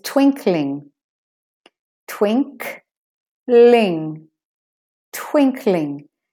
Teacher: the G is not pronounced in the NG